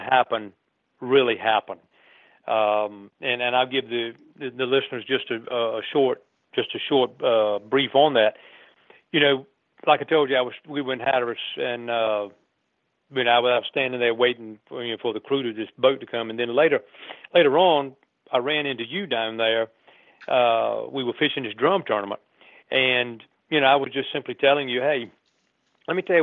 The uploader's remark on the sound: phones in to tell us